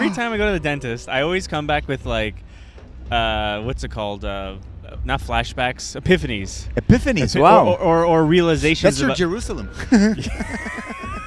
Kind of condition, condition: setting, outdoors